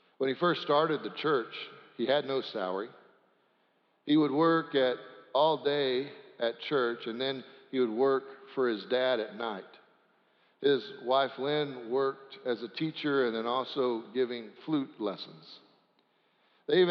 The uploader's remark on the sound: Sanctuary Service